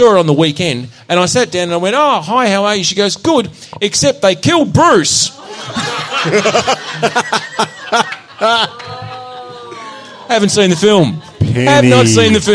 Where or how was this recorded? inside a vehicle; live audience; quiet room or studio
live audience